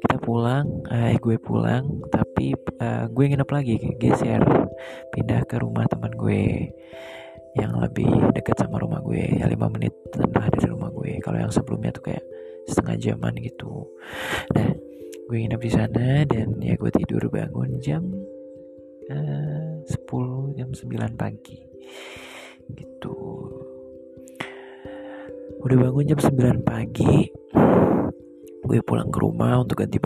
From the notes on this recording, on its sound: sorry for those noises:(